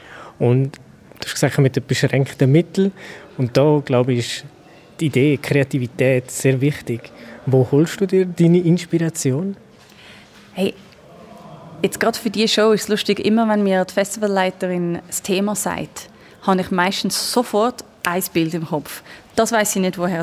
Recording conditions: busy venue